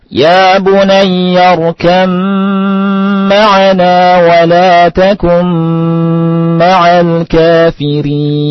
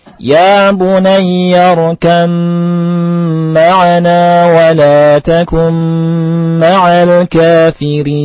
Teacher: Ba dan mim adalah keluarnya sama makhrajnya antara dua bibir. Ya. Dan kita tidak mengqalqalahkan ba, tetapi dalam qiraah hafiz ini dimasukkan ba ke mim. · Term: idgham mutajanisain